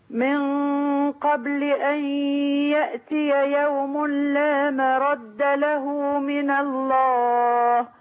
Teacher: عايزين نبين بس القلقلة بتاعة الباء وكسر الله